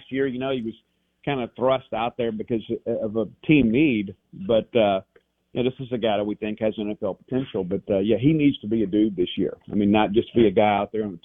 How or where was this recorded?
phone line